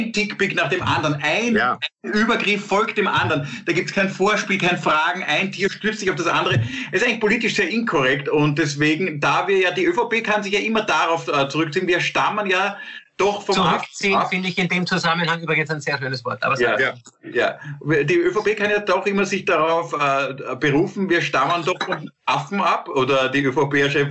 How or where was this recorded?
video call